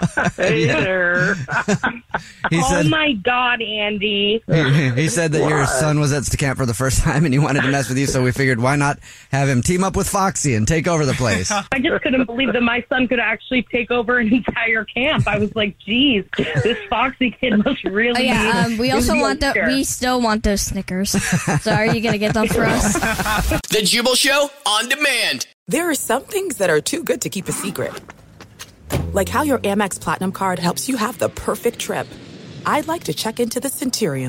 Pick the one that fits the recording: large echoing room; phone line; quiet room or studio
phone line